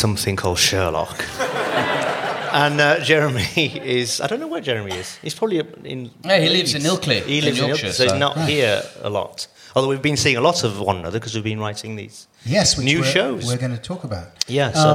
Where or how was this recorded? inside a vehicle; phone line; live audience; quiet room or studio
live audience